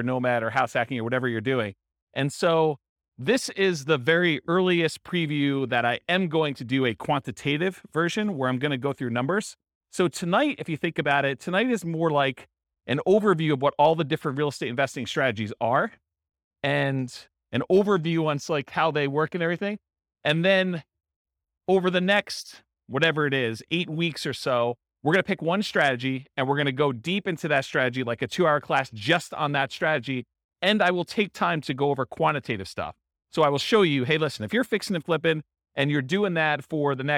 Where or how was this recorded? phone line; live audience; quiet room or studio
live audience